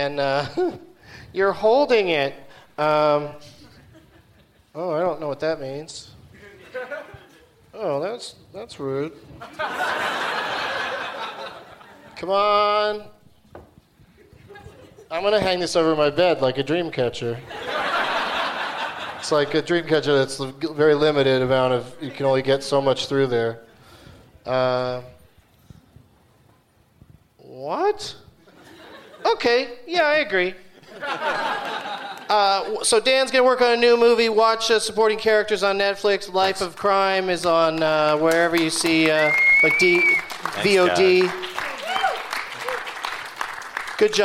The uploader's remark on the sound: Live from the Gramercy Theatre in New York City